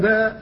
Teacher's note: فأول نطقك به خرجت باء من الشفتين مفتوحة فقط، لكن جاء المد بعد ذلك فأرفدها فالتحق بها، فإذا الباء خرجت من بين الشفتين مفتوحة، والألف جاءت وراءها فكانت مدا لها فلحقت بها.